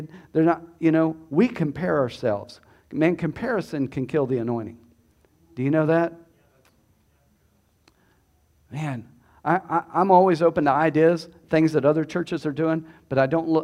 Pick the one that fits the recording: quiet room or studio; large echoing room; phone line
large echoing room